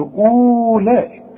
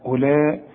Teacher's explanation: أولئك كأن الواو غير موجودة · Shown in: second take